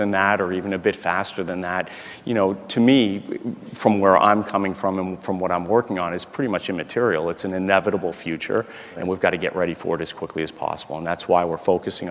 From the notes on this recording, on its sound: The best of live interviews from GreenBiz events.